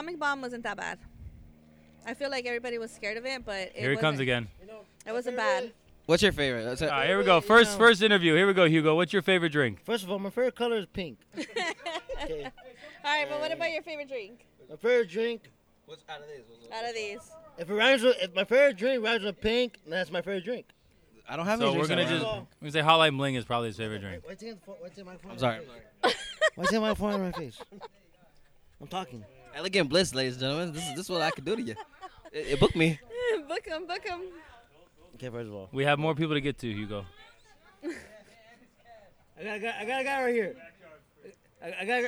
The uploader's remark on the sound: Live Elegant Bliss Launch Party!